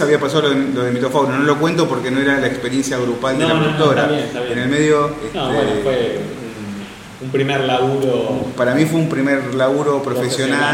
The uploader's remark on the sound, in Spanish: Después de tener el cuarto encuentro en Gcomics Meetup, les traemos lo que fue la charla